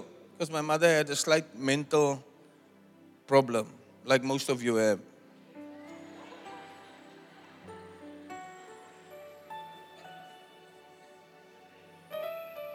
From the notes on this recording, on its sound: Preached at Zion Sanctuary, Cape Town on the 18th June 2023